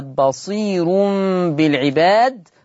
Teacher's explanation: فالراء مضمومة وقبلها ياء مادية، ففيها ترقيق الراء وصلا، والكلام ده يختص بورش.